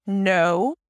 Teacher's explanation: there is the K that is not pronounced. It starts with an N sound, then the O as in go. · IPA: noʊ